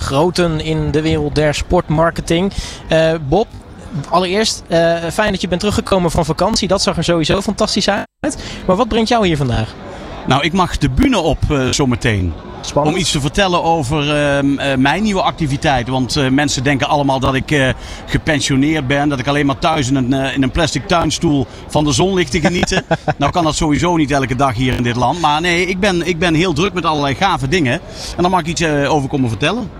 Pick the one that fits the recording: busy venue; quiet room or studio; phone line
busy venue